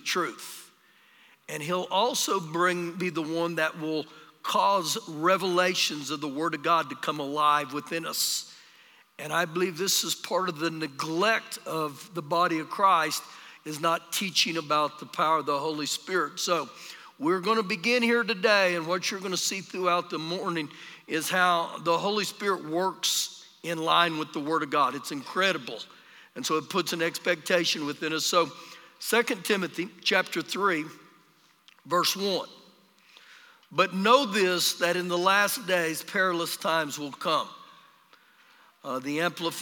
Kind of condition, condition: setting, live audience